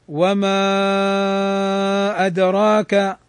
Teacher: يجوز فيه أن يمد 2 حركات بالقصر أو 4 حركات توسط، أو فوق التوسط 5 حركات · Term: منفصل